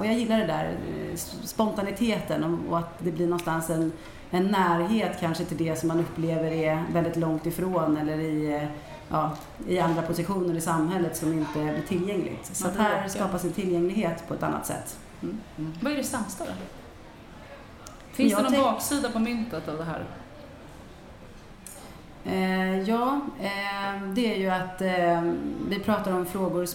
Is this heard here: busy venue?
yes